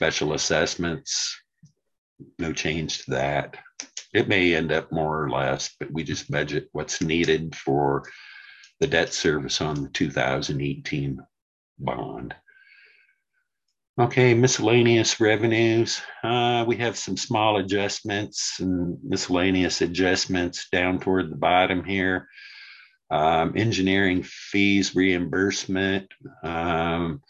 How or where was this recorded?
video call